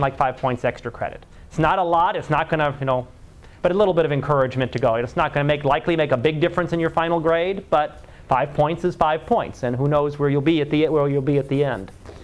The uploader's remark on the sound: Live Class Lecture